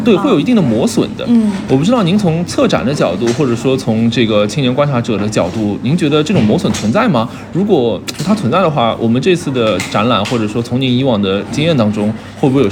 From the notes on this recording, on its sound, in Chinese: 参观了11.19-12.19会在上海chi K11美术馆四号展厅持续展出的展览“浪潮与浪潮”。本期除去两位主播对谈的素材之外，也使用了现场采访以及展览现场音频的方式进行呈现。展品现场沉浸音频。